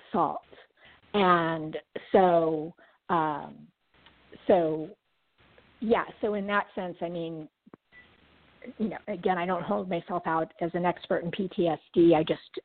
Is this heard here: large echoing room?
no